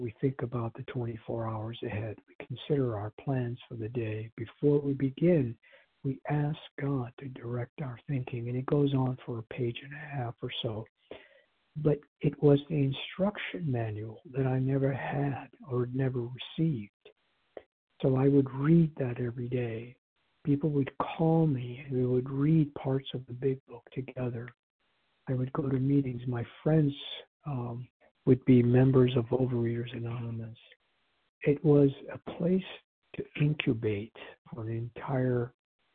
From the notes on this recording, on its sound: 100 Pounders Phone Meeting, 1/22/24.